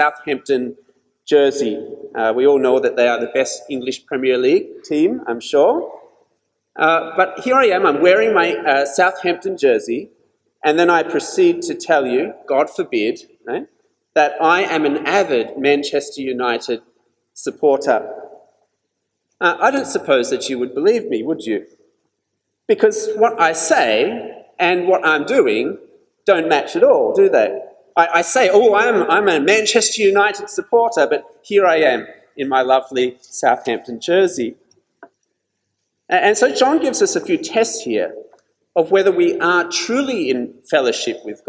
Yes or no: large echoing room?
yes